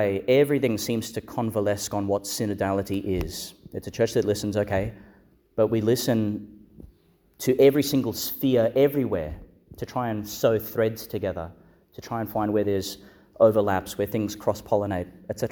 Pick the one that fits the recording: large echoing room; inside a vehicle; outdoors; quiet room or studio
large echoing room